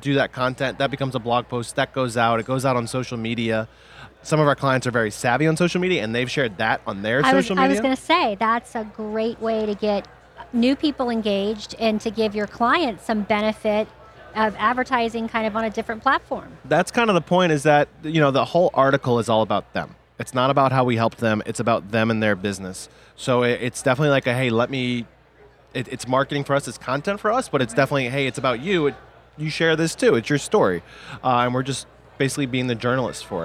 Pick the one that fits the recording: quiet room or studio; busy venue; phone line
busy venue